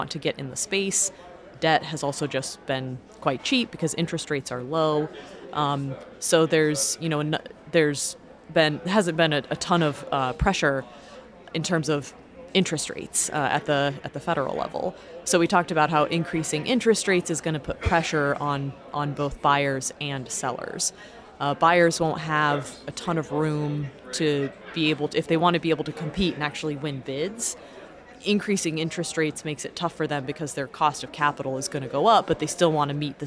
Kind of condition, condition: setting, busy venue